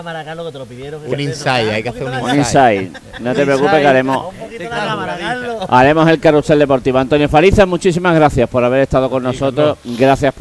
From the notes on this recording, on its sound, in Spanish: emitido en directo desde Grillaera de Plaza Andalucía